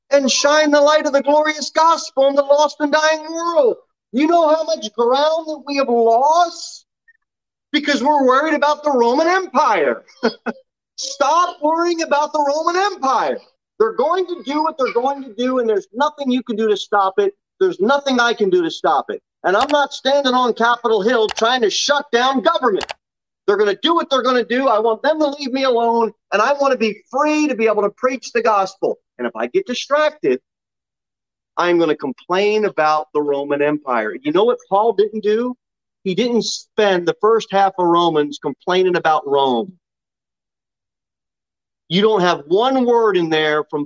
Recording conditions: large echoing room